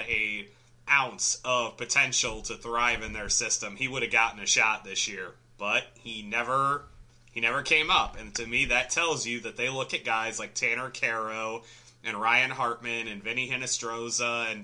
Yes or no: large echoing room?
no